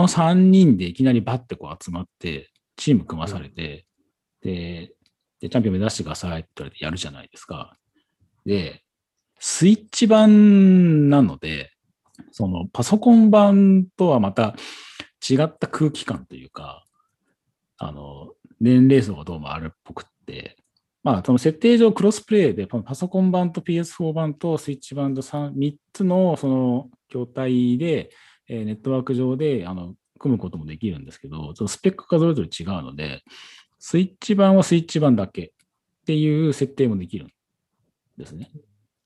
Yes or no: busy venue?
no